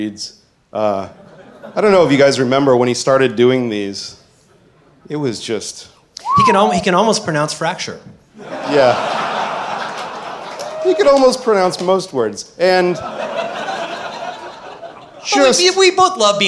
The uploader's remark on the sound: Live From WWDC 2015. Recorded in front of a live audience at Mezzanine in San Francisco.